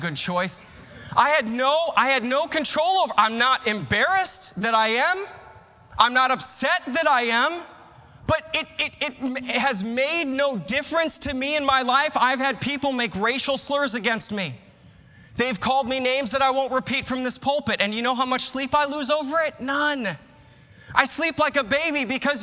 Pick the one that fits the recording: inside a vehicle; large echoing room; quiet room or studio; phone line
large echoing room